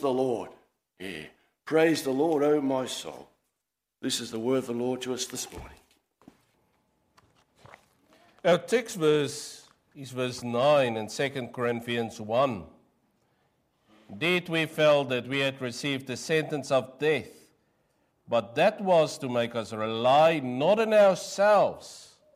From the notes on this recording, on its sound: Preached 06/08/23 AM service